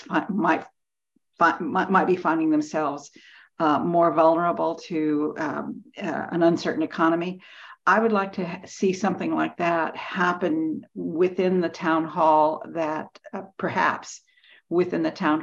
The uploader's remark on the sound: Board Budget and Audit Committee Meeting (originally on Zoom).